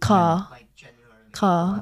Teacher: Non-rhotic means you don't sound the R's which, you don't sound the R's which don't have a vowel after them